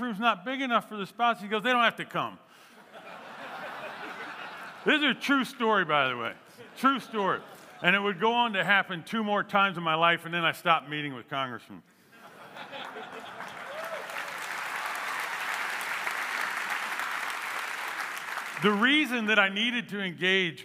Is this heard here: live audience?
yes